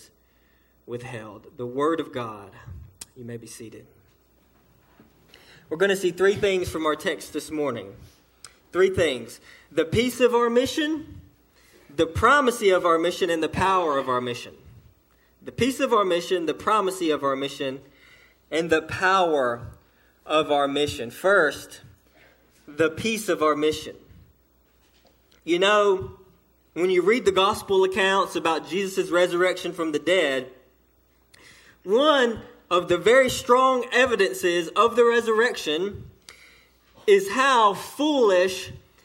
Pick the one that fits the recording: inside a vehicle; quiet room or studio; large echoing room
large echoing room